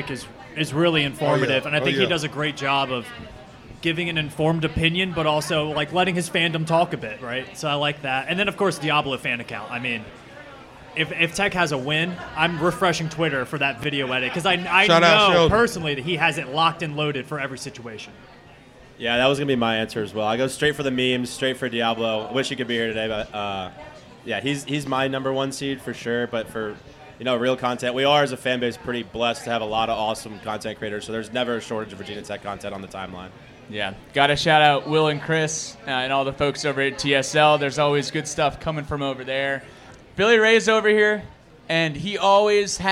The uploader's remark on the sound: The Spring Game Pregame Show live from Sharkey's. Came together down in Blacksburg.